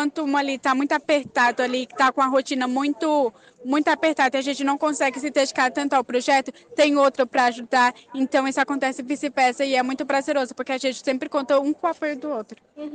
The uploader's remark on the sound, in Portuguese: Entrevistas realizadas no festival led 2023